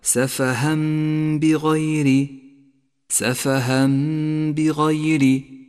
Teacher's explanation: جاء التنوين وبعده حرف الباء، يقلب التنوين إلى ميم، نقف عندها بغنة زمنها حركتان · Term: الإقلاب